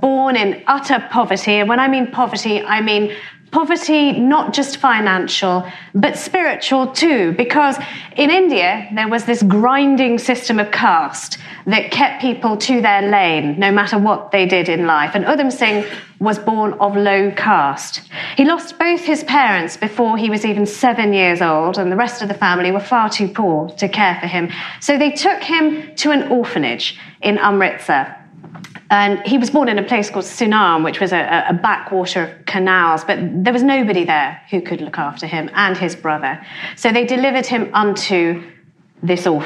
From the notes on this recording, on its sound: a talk she delivered at our 2019 BBC History Magazine History Weekend in Winchester